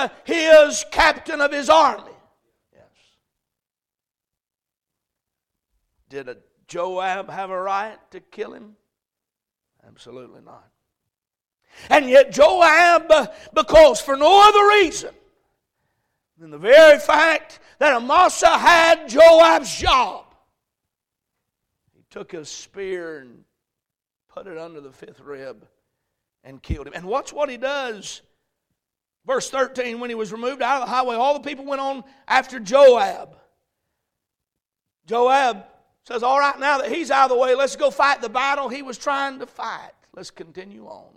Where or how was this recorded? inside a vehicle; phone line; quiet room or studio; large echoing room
large echoing room